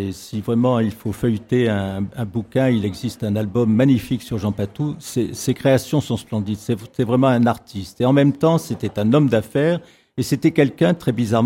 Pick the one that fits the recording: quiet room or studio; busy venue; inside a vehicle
busy venue